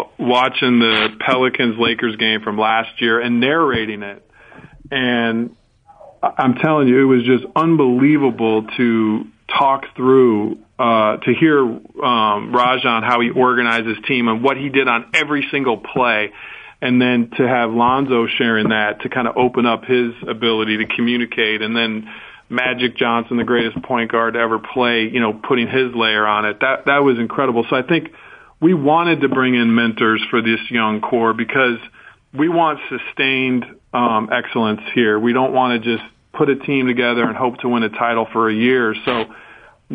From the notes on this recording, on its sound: called in after his Media Day Presser